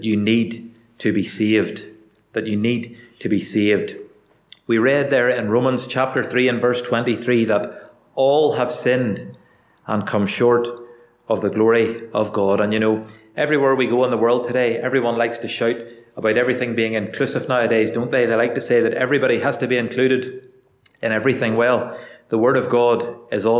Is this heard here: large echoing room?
yes